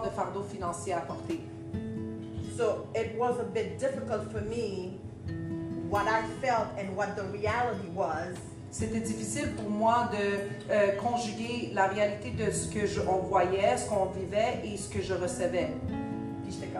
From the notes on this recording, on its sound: LIVE AT THE HUB.